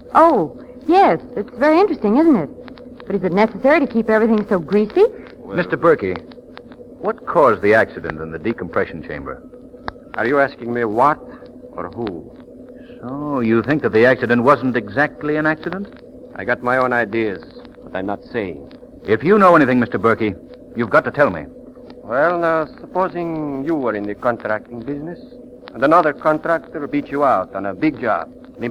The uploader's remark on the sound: As these shows have been in the public domain for quite some time, the audio quality of these episodes can vary. It’s most likely the audio file itself.